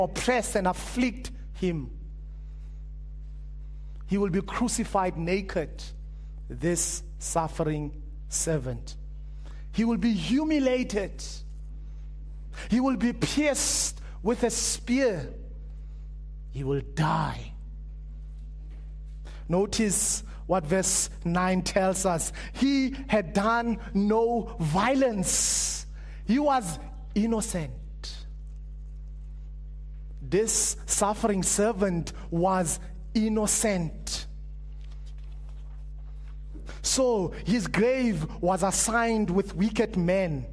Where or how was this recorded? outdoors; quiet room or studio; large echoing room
large echoing room